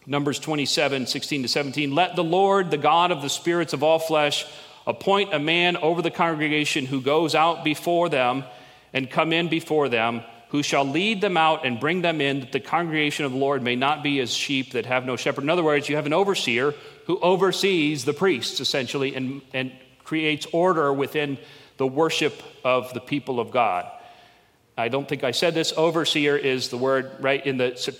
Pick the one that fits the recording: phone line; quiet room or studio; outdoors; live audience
live audience